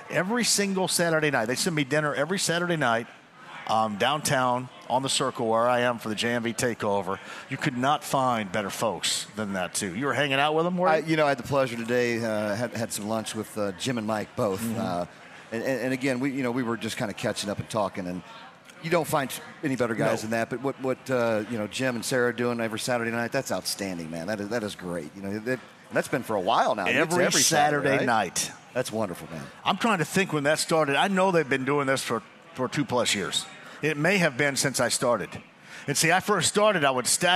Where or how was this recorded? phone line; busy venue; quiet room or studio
busy venue